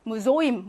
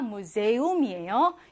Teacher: 시험에는요, 이 무제움이 제일 많이 나와요. 무제움은요, 오이라는 복모음이 있는 게 아니야. · Shown in: second take